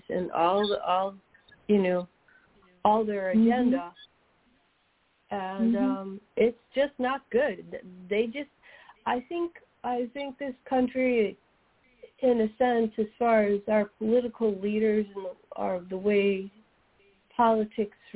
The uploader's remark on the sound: Follow-up Call-In Session